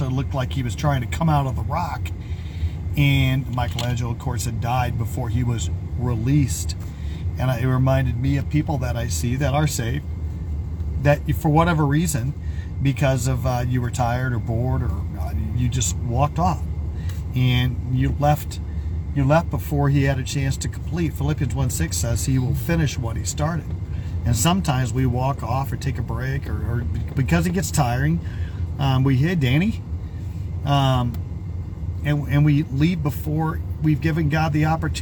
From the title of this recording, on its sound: Brown Bag In The Van